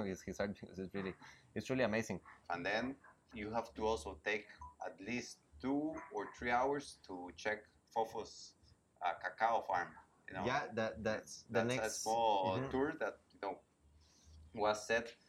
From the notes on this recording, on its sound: We recorded this episode on the banks of the Tortugeuro river so you will hear the sounds of birds, boats and locals going about their business.